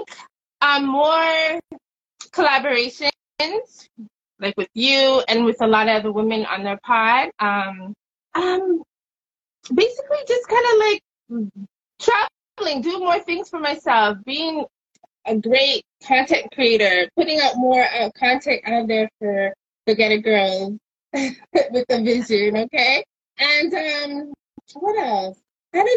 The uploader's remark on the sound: Instagram Live Summer Conversation Series